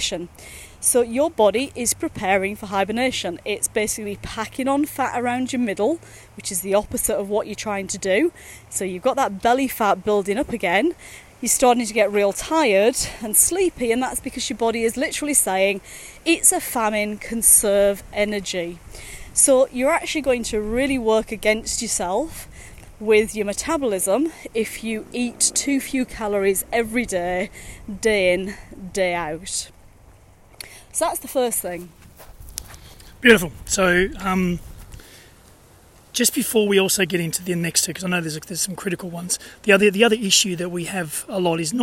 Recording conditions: outdoors